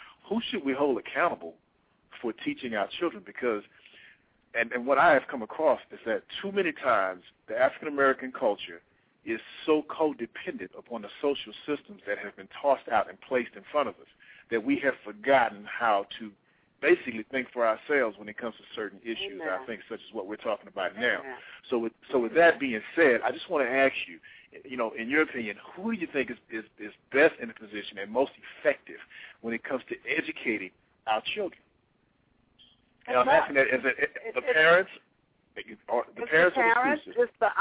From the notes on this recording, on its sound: Opens up the phone lines to speak with the African American community.